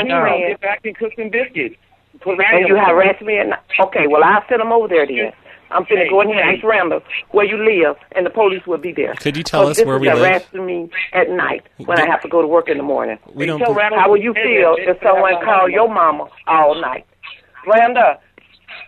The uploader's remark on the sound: …'s Personal Prank Phone Calls Collection.